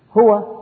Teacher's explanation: الهاء تخرج من أقصى الحلق وهو آخر المخارج في الفم، والواو تخرج من الشفة